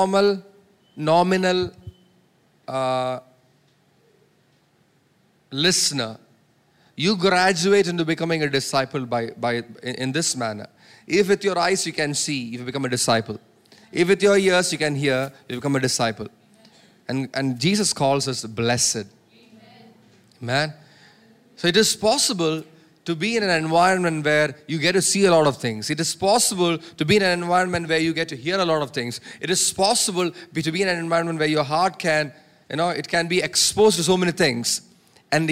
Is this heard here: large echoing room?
yes